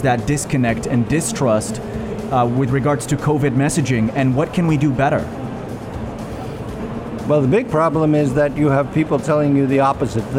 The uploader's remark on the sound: Live at IGCF